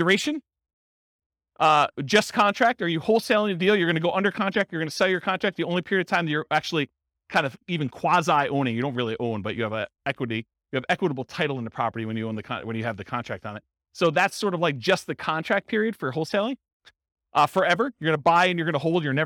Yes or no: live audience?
yes